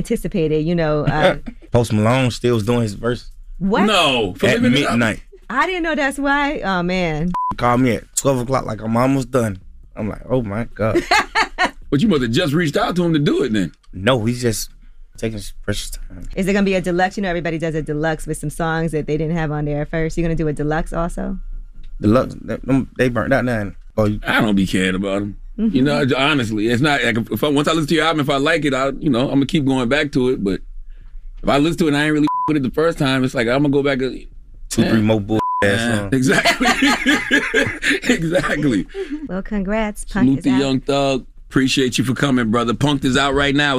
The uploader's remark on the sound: they opened up the phone lines